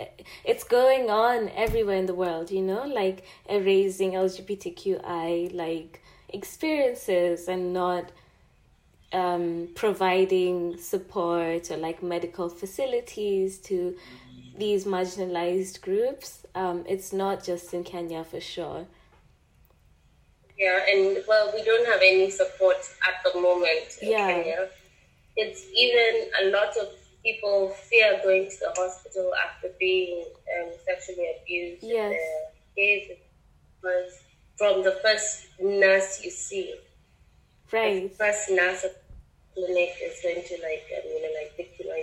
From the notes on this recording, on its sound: Apologies for the sound quality on this episode, please bare with us.